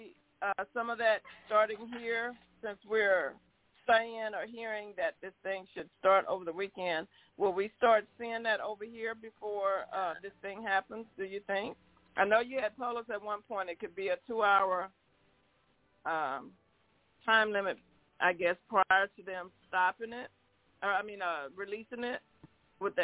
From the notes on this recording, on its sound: TNTSuperfantastic Conference Call